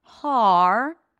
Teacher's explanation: It's an ah sound, so you got to drop your jaw. Har, only at the end you bring the tongue up for the R. Har, and then for the T, you just block the air.